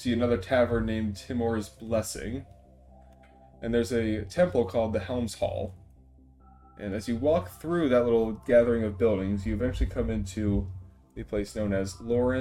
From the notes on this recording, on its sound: I know the audio quality is not excellent, but I've hopefully fixed it for our next recording session.